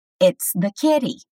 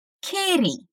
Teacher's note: Apesar de kitty ser escrito K-I-T-T-Y, a gente vai pronunciar os T's como se fosse um R.